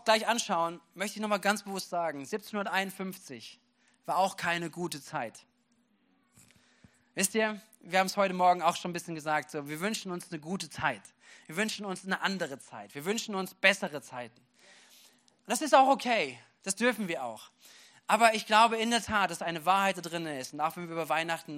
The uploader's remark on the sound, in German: Gottesdienst. Predigten aus der Missio Kirche. Gemeinde für Bad Kreuznach und Region.